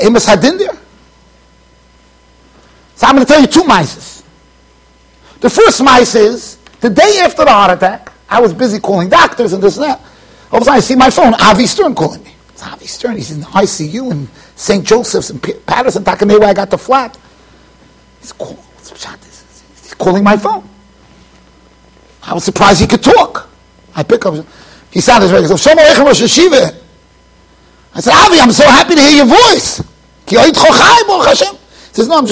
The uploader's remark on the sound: Shiur recorded in Yeshivas Ohr Reuven, Monsey NY.